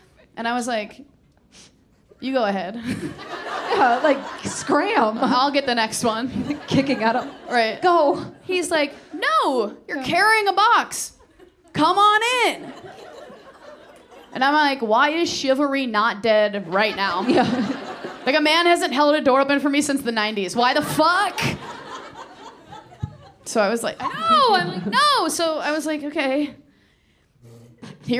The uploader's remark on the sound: LIVE IN BOSTON